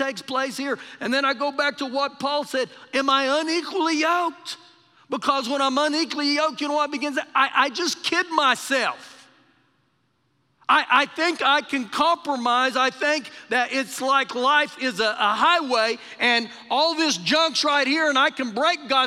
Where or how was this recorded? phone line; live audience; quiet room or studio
live audience